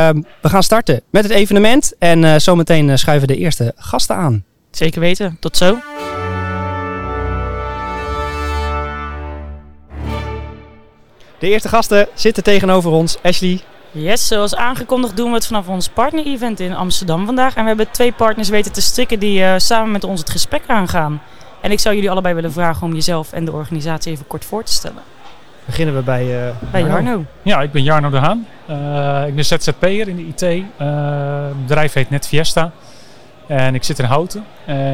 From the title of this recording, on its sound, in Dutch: Live vanaf ESET Inspire!